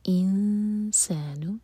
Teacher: وَيَدْعُ الْإِنسَانُ، سین کے لیے اخفاء، نون کی آواز کو چھپائیں گے